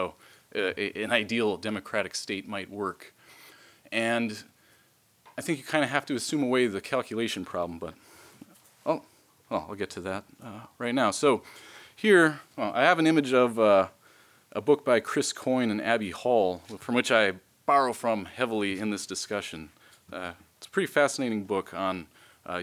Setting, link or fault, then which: setting, large echoing room